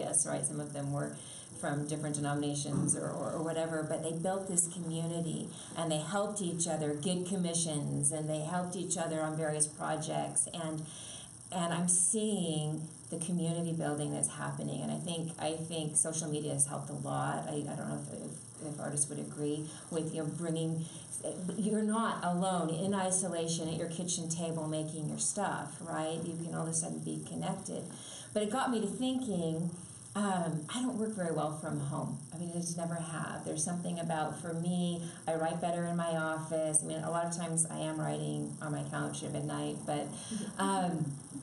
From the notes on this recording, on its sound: It was recorded in front of a live audience